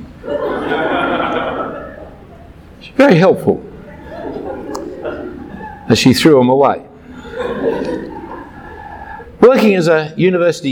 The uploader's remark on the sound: A talk given at a Brisbane Ministry Conference in 2015.